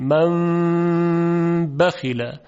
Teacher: من بخیل، نون قلب به میم میشه، من بخیل. منتها این میم میمی است که با غنه همراه، به اندازه دو حرکت. البته بعضی گفتن که این میم میم خالص نیست، بلکه میم اخفا شده هست، و صحیح هم همینه. · Term: اقلاب